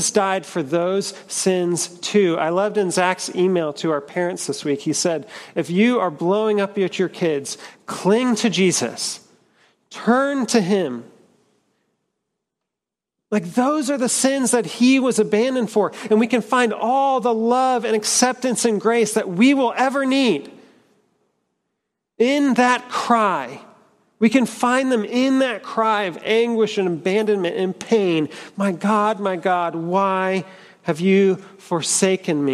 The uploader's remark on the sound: at Trinity Church, Puerto Rico.